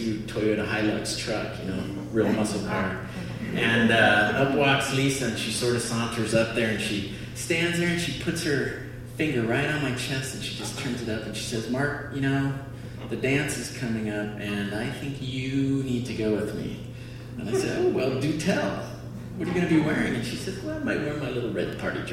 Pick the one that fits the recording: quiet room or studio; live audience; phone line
live audience